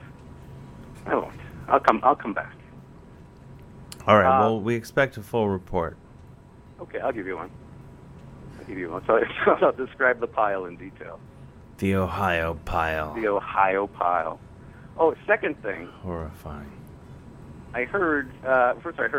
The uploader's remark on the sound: talks on the phone and such